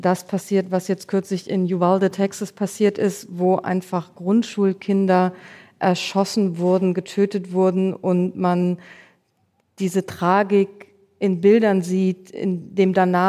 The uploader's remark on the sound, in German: Mitschnitt der Livefolge unseres transatlantischen Podcasts, aufgenommen beim großen Podcastfestival von ZEIT ONLINE. Juni in Berlin. Außerdem sprechen wir mit Hörerinnen und Hörern.